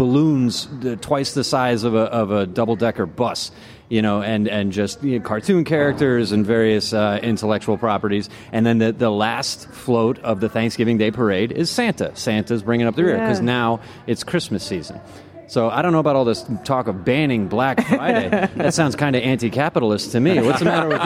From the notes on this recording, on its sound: Lunchtime Live was LIVE from The Friends Experience in Dublin today.